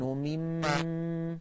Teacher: ولا نقول مما لأن الألف ساقطة وسطا ووقفا